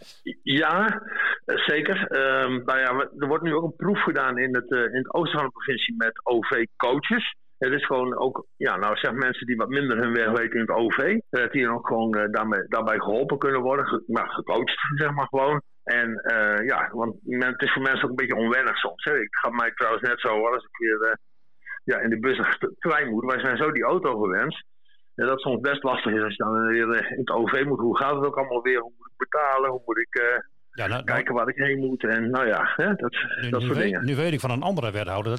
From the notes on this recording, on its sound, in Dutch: Een telefonisch gesprek